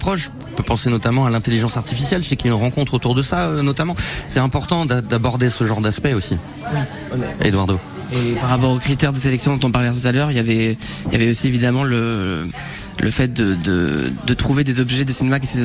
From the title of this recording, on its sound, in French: En direct du Festval International du Film "Nouvelles Vagues" à Biarritz